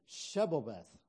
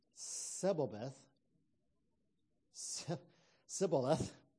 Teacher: They couldn't say that sh sound. They could only say the s sound.